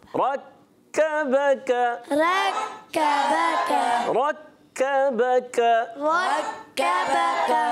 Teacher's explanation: دونوں کا باریک را پر کرنا ہے، دونوں کا باریک